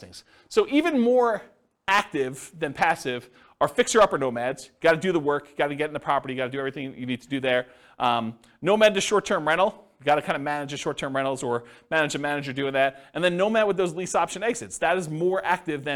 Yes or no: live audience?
yes